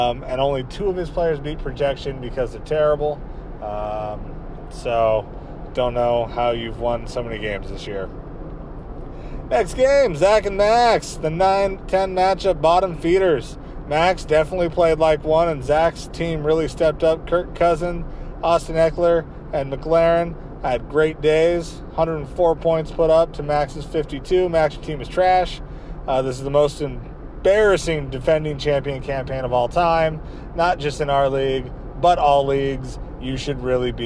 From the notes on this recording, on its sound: This one is a doozie, don't know if you can even understand it. Possibly recorded this on my phone while driving to Portland.